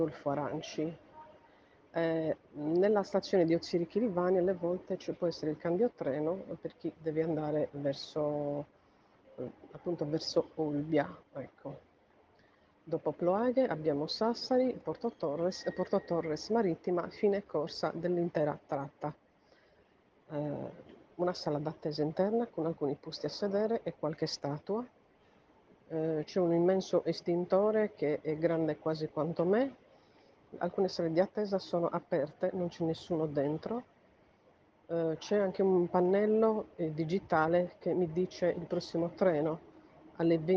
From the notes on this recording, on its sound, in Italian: Audiodescrizione live prodotta il 2 Agosto 2022 poco prima delle 20 presso la stazione ferroviaria di Cagliari con smartphone Android a microfono bloccato.